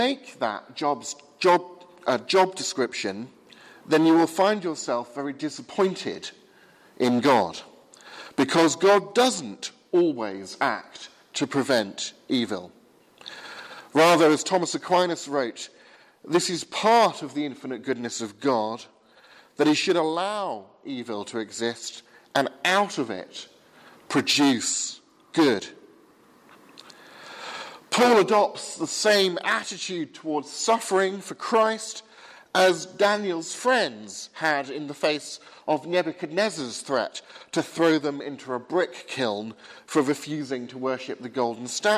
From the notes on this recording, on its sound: Advent service sermon from the 8 am service at Highfield Church, Southampton, 18th December 2016.